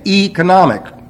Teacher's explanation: This diphthong is pronounced as a long E.